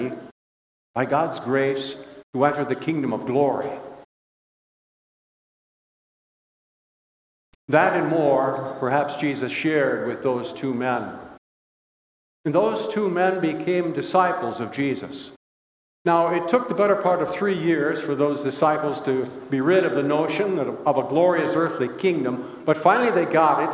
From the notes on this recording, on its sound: Bethany, Appleton, WI. Preached this sermon at Bethany's Sunday worship.